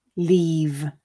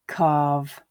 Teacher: the vowel sound is slightly elongated before the voiced sound